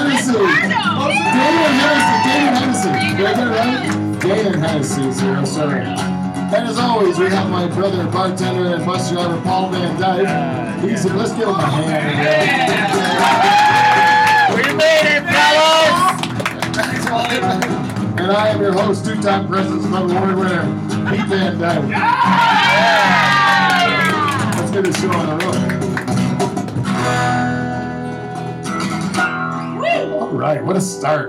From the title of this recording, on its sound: Live From Orangeville!